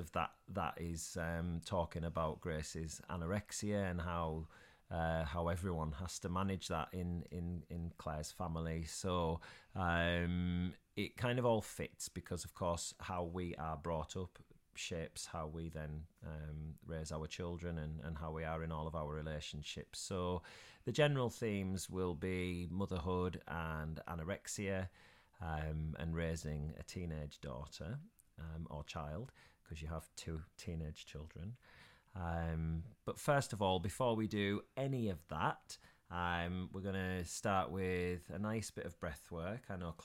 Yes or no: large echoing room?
no